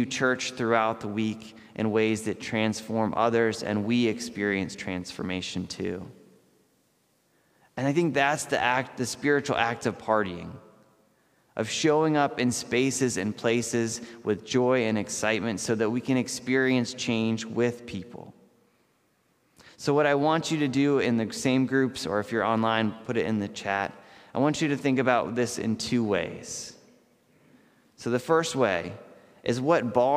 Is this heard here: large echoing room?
yes